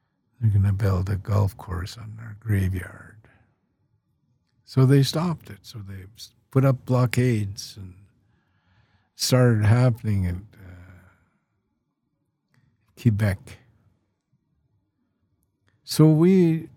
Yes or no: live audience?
no